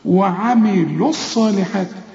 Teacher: ليخرج الذين آمنوا، طبعا آمنوا خدناها، وعملوا الصالحات، هنا الواو برضو بنلغيها علشان اللام بتاعت الصالحات دي ساكنة، ودي لام شمسية بتدغم في الصاد بل بتتحول لصاد